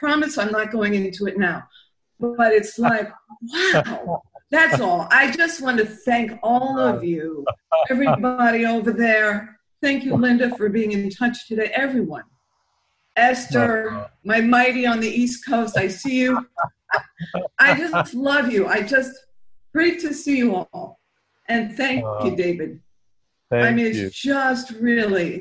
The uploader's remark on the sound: We use an online platform called Zoom.